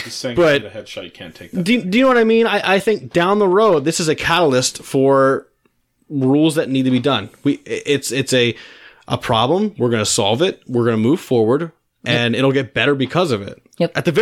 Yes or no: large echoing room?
no